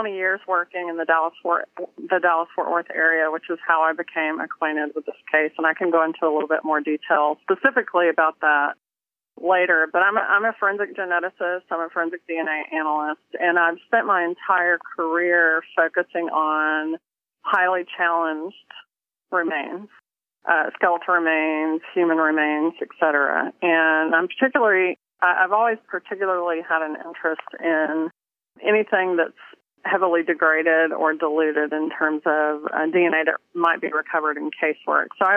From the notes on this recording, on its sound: on the phone